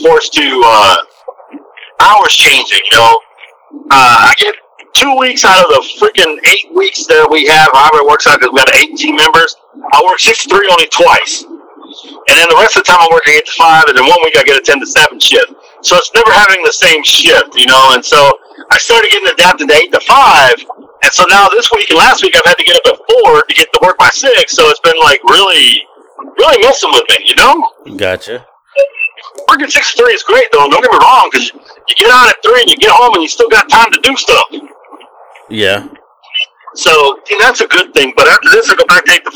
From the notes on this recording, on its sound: was on via phone call